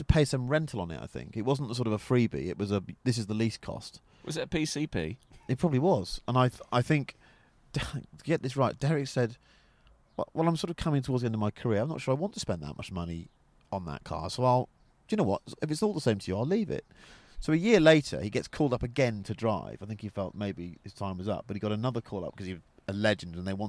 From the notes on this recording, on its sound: The two shoot the breeze in a leafy pub car park in Wiltshire